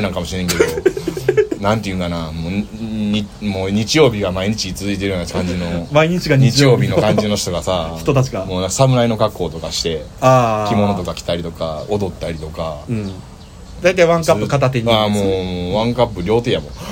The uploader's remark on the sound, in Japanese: 今回のアカイダダリオは天王寺公園からロケ録音をしております。